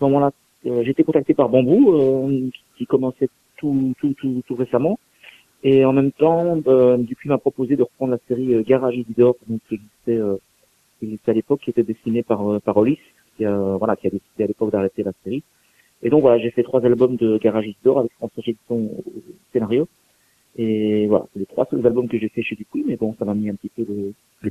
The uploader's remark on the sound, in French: qui reçoit par téléphone